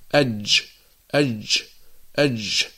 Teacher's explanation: والجيم الفصيحة أيها الإخوة محبوسة الصوت، فالمنطقة التي يخرج منها الجيم مغلقة تماما، فيقع انحباس للنفس، نقول أج أج أج، لا نقول أج أج أج، ليس هنالك يعني جريان للنفس، وإنما هو انحباس للنفس، نقول جا جا، لا نقول ج ج ج، وإنما نقول أج، فهي ليست رخوة ولا نقول أج.